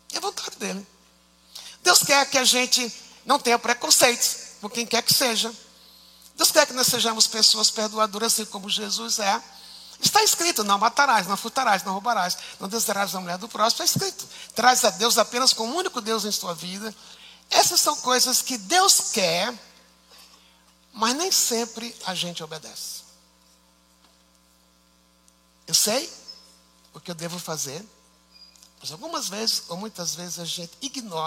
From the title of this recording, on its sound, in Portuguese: Culto ao vivo IBMorumbi